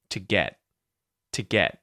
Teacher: it's almost like I'm going to say the T sound, but I just don't release my tongue and do the T. It's just the tongue goes up and stops, to get, to get.